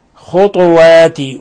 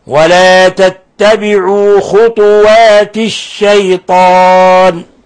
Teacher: فإذا شعبة هنا بدل أن يقرأها بضمتين يقرأها بضمة واحدة، ضمة الخاء وإسكان الطاء · Shown in: first take · خطوات، ويلزم من إسكان الطاء قلقلتها لأن من حروف قطب جد.